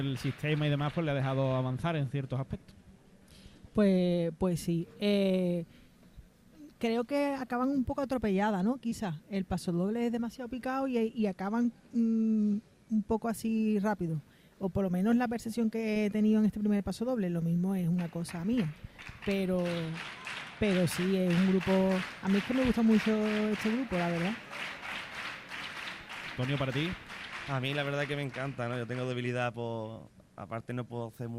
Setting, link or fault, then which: setting, live audience